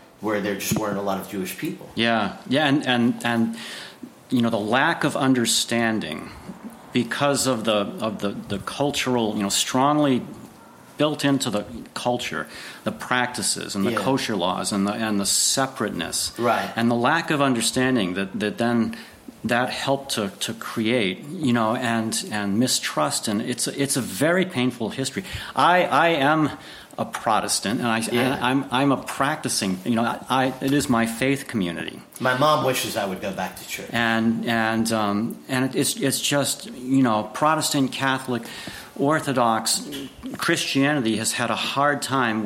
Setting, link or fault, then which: setting, busy venue